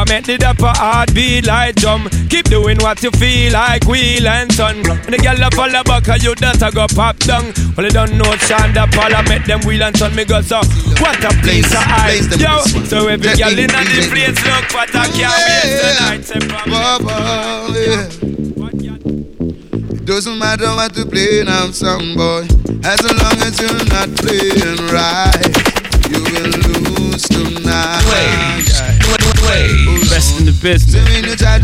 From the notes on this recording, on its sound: Live From Timehri. Live at Timehri in Washington DC.